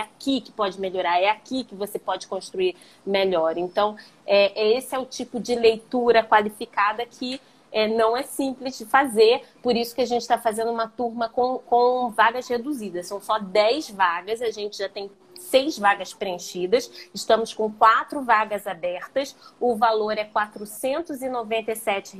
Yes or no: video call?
yes